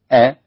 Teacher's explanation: فإذا انطبق الحبلين تمام الانطباق هكذا أصبح هناك عدم خروج للصوت، فإذا انفرج فجأة ظهر حرف الهمزة